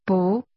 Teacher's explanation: The 不, pronounced with a rising tone, is what makes that negative.